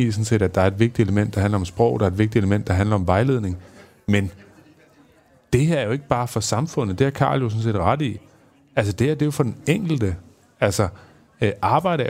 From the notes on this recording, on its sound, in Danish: optaget på Folkemødet